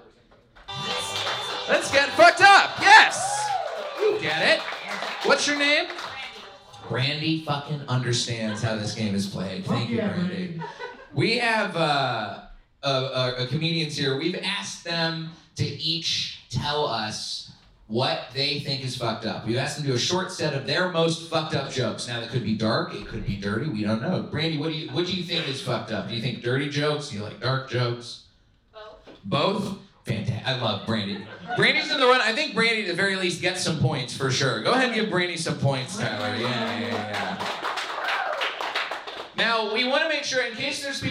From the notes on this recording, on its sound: Recorded live at Mic Drop Comedy Club in San Diego.